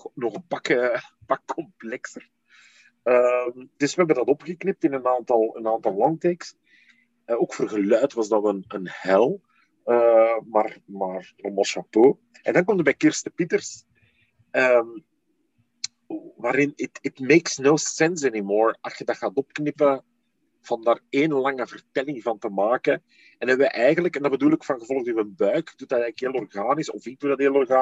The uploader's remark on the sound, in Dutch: Het interview werd gedaan via zoom.